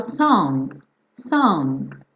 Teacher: às vezes você ouve um restinho desse G, por exemplo, quando eu falo song